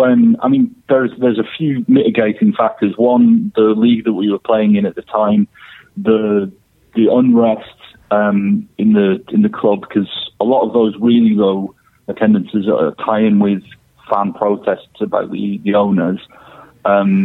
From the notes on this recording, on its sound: on the phone